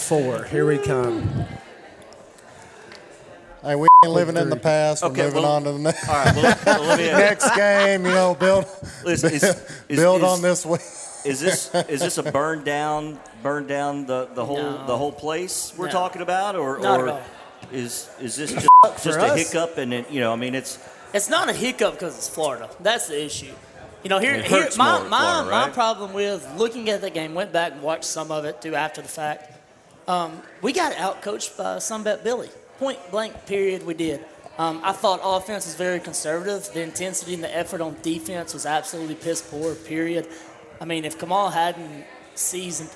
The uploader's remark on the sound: Recorded LIVE from Society American Nosherie on the Downtown Square in Lawrenceburg, TN.